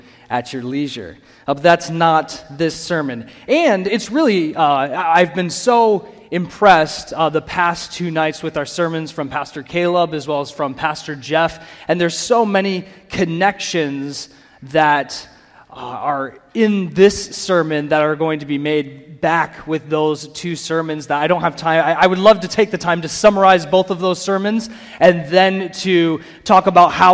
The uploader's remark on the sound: the audio from the Saturday Morning Session of the 2023 Bible Conference at CityGate Church in Portage, MI